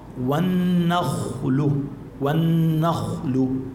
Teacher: النخل الخاء شوفي عليها سكون، ما قبلها مفتوح، إذن هون بدنا نفخمها للخاء